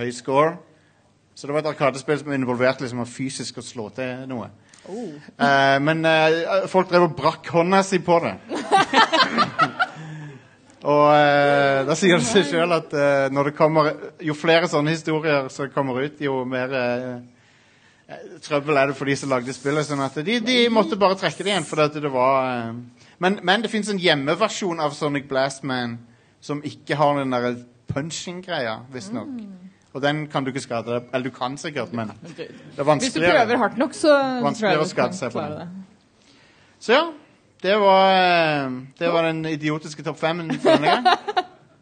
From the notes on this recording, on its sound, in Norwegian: Live fra Tiltcast 2.0 (fikset lyd). Live-episoden.